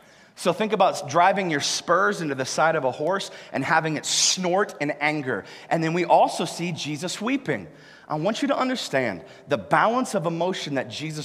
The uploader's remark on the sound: live from Covenant Church!